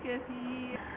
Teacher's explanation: كل راء قبلها يا عند الوقف ترقق ودي بقى هترقق عند الوصل وعند الوقف لانها مكسورة طبيعي.